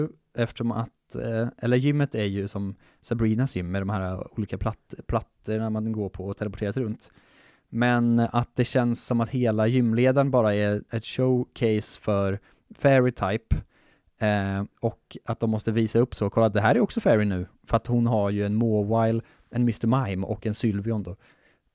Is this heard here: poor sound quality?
no